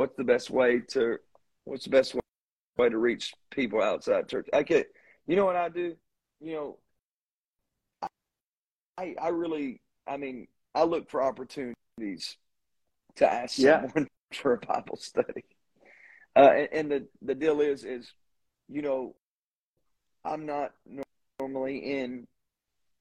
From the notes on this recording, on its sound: This is podcast is the second half of an interview from instagram live.